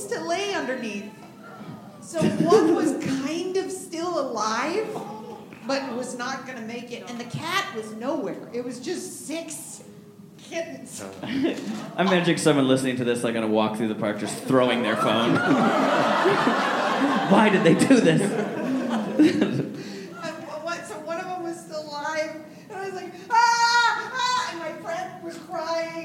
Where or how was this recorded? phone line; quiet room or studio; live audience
live audience